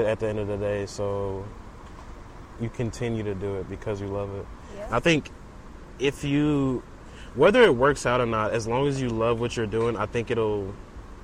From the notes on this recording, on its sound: Episode recorded at Buffalo Bayou, Houston